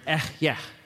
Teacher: how you say that in Hebrew is a very breathy word that you shouldn't say after eating lots of garlic.